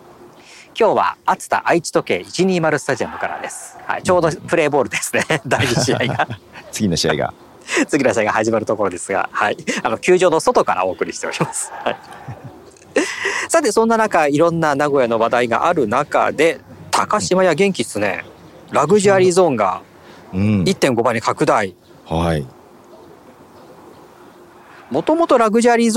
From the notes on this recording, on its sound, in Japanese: 高校野球の実況現場から。蝉の鳴き声が聞こえますね。